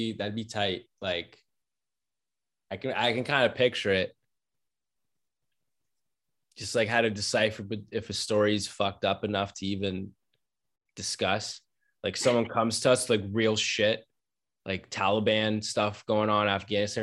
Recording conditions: video call